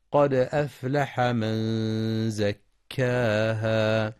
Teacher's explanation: ينتبه القارئ لقلقلة الدال في قد ولترقيق الهمزة واللام في أفلح مع بيان همس الفاء، فلا يقرأ أفلح، كما يراعى الإخفاء الحقيقي للنون الساكنة عند الزاي في من زكاها مع إثبات المد الطبيعي حركتين عند الوقف.